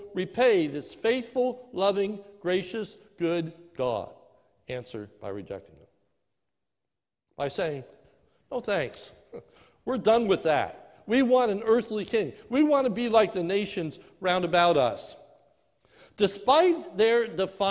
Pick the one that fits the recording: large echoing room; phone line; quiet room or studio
large echoing room